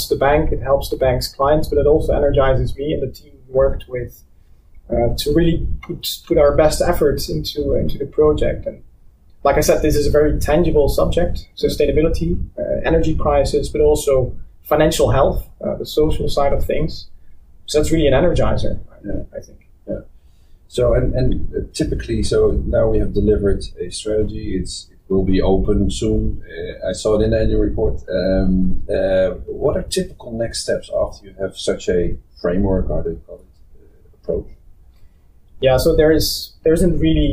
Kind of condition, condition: fault, poor sound quality